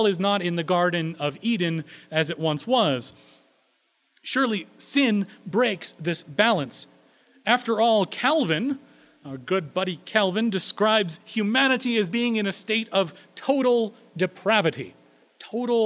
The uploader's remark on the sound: Recorded April 3, 2016 at Corona United Presbyterian Church